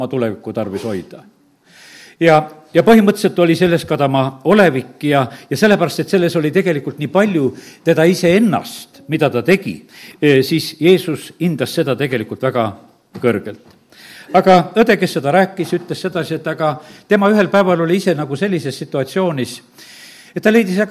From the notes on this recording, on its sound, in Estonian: Audio salvestus koosolekult